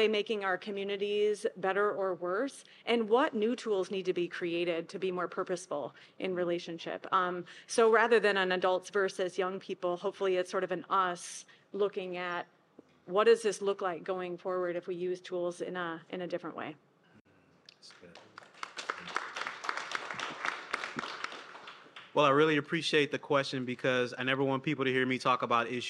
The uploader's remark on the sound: Achieve presented this special event where five past EDTalks speakers gathered in conversation. This special EDTalk event was live streamed from Icehouse in Minneapolis.